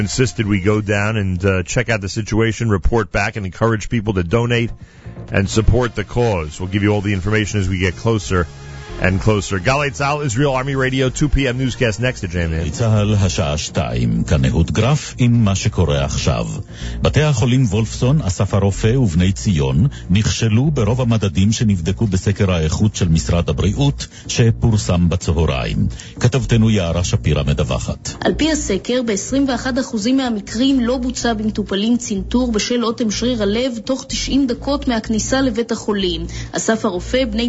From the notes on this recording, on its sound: live via telephone